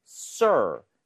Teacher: r 발음할 때 sir, 혀의 코어가 뒤쪽으로 당겨져요.